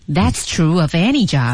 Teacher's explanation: 那 that's 的这个 that 也可以加一点重音，这个是可选的